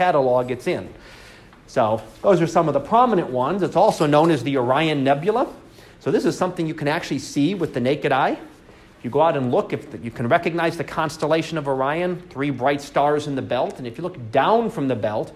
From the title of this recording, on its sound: Live Class Lecture